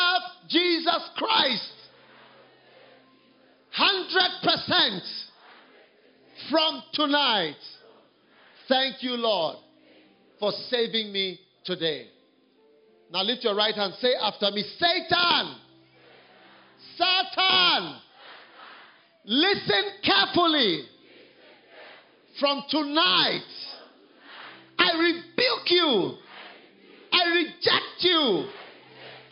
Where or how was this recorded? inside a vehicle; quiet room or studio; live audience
live audience